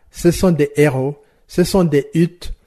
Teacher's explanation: Devant un H aspiré, il n'y a pas de liaison, donc ce sont des liaisons interdites.